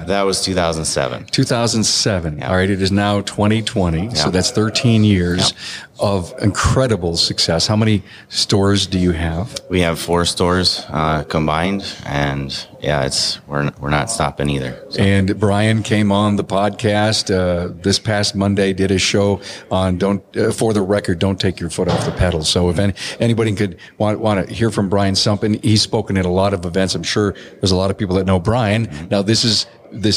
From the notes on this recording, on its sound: This interview takes place at the ASA Colorado Summit in January 2020. Recorded in the lobby of the Lincoln College of Technology in Denver.